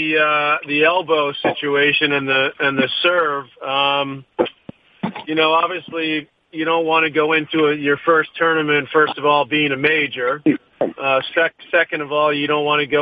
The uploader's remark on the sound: Australian Open Conference Call.